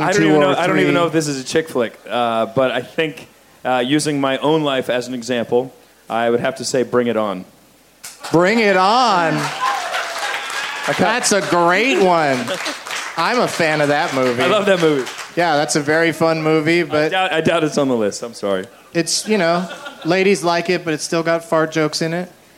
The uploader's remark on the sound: Taped live at the Fantastic Fest in Austin, TX